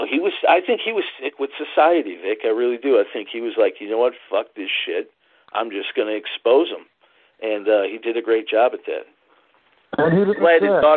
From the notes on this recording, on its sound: called in for a talk